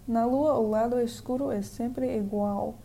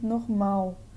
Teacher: The L kind of just, you know, disintegrates into nothing. In words like igual, it sounds more like iguau.